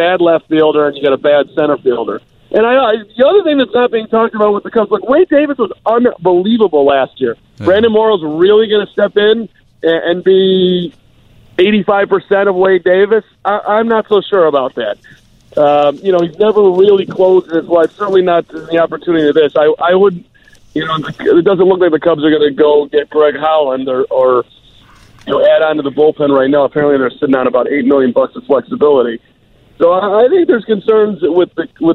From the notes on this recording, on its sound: joins us on the phone